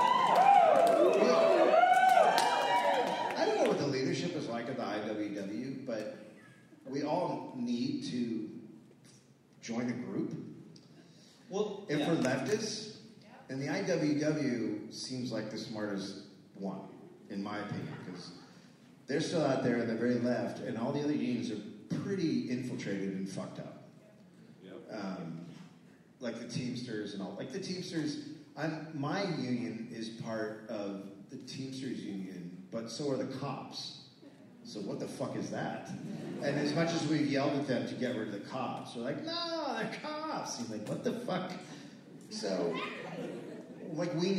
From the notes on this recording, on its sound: Recorded live in St Paul.